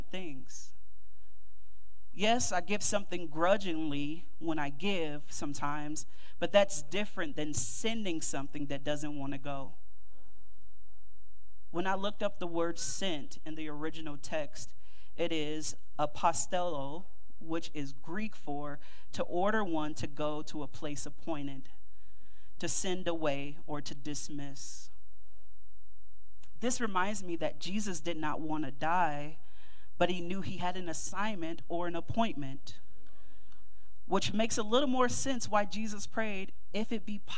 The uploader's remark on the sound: Mt. Calvary Baptist Church, Dayton, OH 2-18-2024